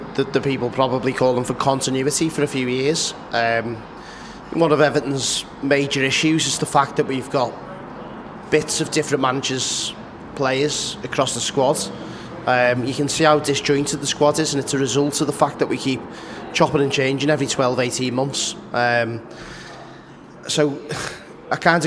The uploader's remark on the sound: Live from The Baltic Fleet.